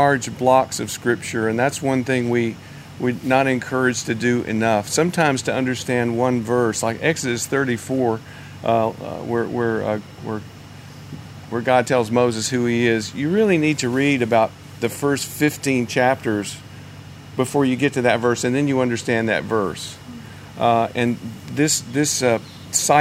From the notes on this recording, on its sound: Recorded on the shores of the Sea of Galilee.